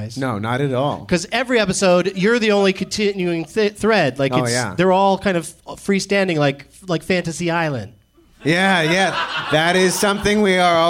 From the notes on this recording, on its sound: Live from Cinefamily in Los Angeles